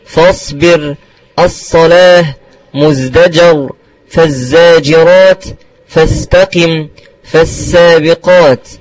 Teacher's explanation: فالصاد أقواها في الصفير لاستعلائه، والزاي ثانيها لجهره، والسين ثالثها لهمسه